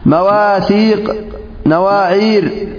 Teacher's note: هذه الألف لا تمال لوقوع حرف من حروف الاستعلاء بعدها مفصولا بحرفين